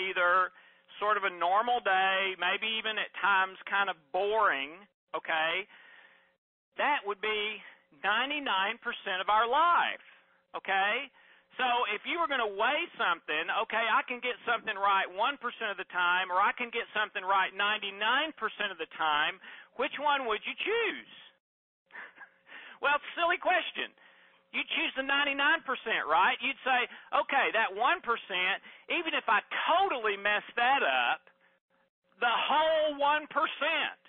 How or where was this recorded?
phone line